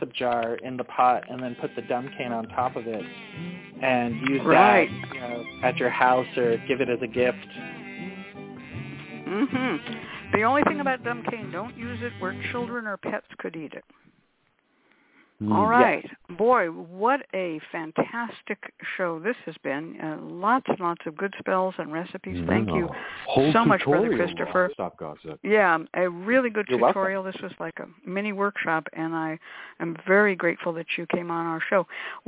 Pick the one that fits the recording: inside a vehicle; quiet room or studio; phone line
phone line